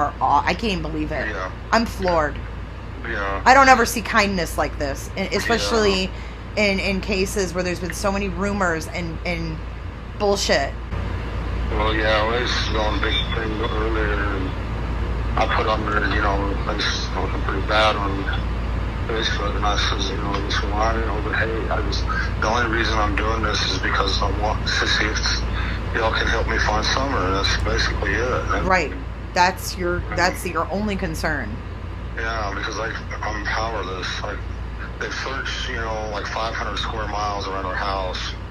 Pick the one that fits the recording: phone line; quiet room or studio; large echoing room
phone line